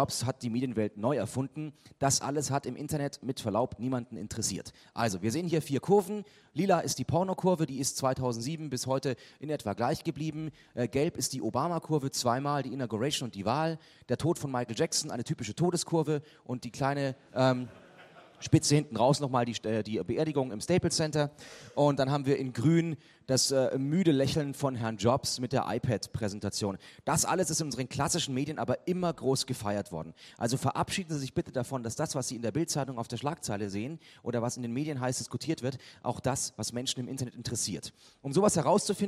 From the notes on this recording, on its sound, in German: mit einem Gastvortrag auf den Lokalrundfunktagen in Nürnberg 2011